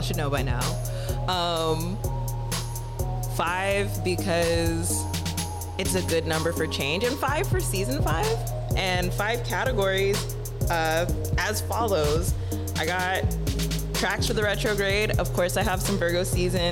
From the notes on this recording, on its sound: Coming to you live from TenderNob's Art & Pop Up Space, THE BIRDCAGE. Coming to you live from TenderNob's Art & Pop Up Space, THE BIRDCAGE.